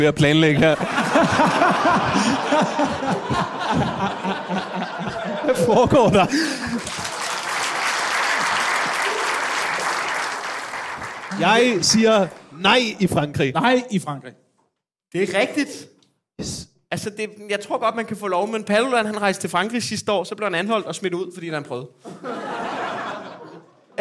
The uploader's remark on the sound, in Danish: Afsnittet er optaget live på Comedy Zoo